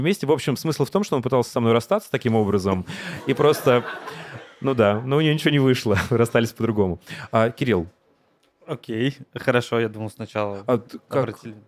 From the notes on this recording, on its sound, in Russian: Открытый подкаст в баре Ровесник. Этот выпуск- бонус эпизод, который мы записали на открытом подкасте в баре Ровесник.